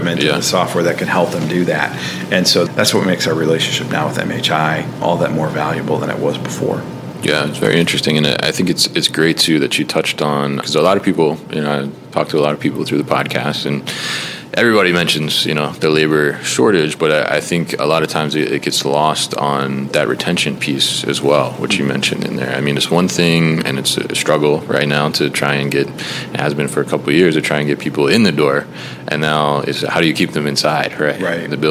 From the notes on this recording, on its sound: recorded at the Warehousing Education and Research Council (WERC) Conference 2023